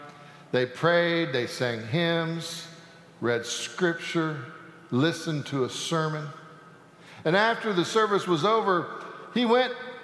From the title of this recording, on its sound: Sanctuary Service